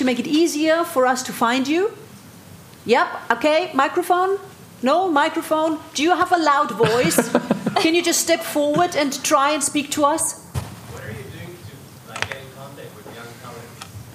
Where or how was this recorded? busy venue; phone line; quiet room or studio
busy venue